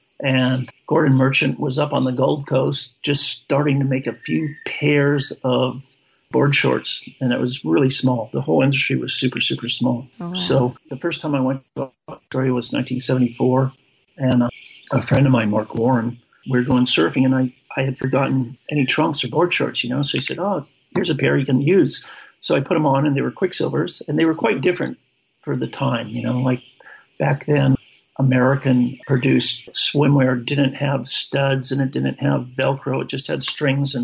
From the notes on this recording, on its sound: From his home in Hawaii. Greeted me over Skype.